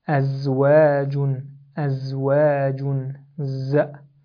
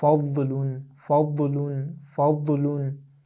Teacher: You can easily identify the buzzing sound of the za, but there is no buzzing sound in the dad.